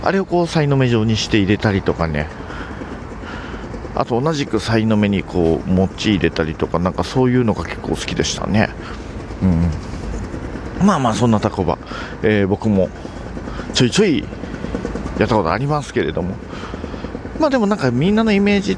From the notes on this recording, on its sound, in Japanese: 2020年2月ごろに録音したお蔵出し音源をサルベージ！外を歩きながら。